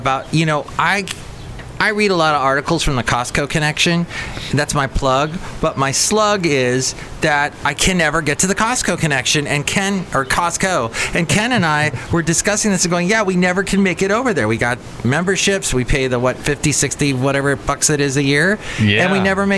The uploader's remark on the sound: podcasts live from Cafe Anyway